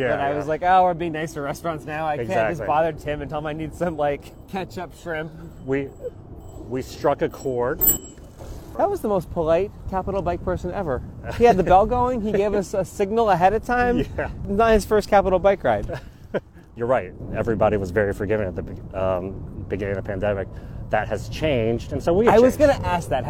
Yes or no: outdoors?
yes